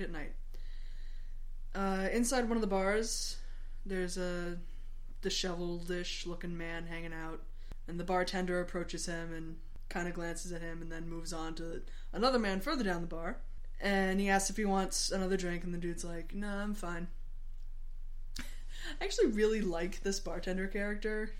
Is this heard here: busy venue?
no